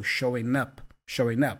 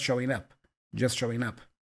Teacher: And then the G for showing is also kind of not voiced. So it's almost like you are joining the N for showing with the up, the vowel U. · Term: connected speech